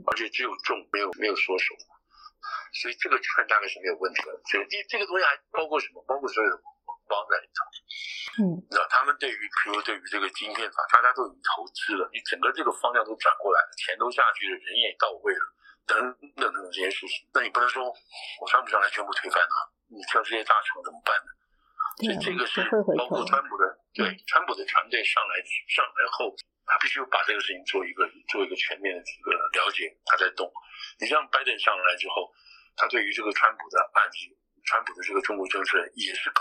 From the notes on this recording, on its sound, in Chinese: 對不起，音質應該下次就會改善了。